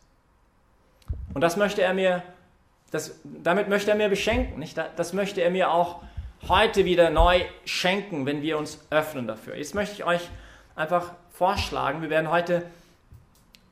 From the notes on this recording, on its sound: Das war Thema in dieser Predigt heute Abend (23-5-2021) bei der YP Messe im Zentrum Johannes Paul II.